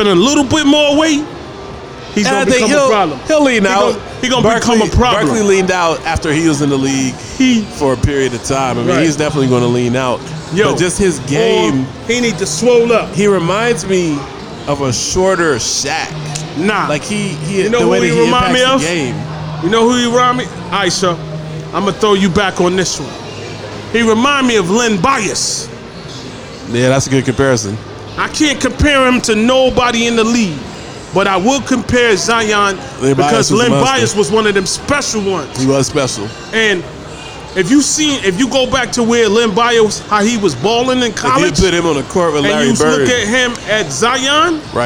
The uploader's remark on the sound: Live From Dave & Busters